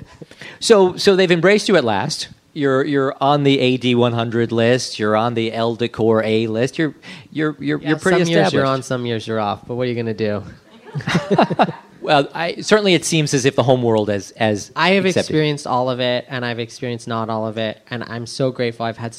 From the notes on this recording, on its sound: In front of a lively crowd at the EJ Victor showroom in the New York Design Center.